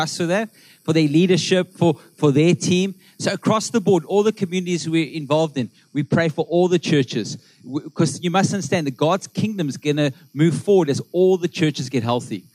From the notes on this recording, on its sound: Melkbos AM. Recorded live on Sunday 20th August the 2023.